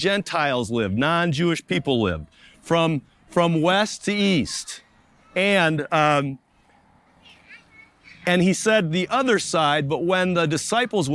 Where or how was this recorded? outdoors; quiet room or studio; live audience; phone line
outdoors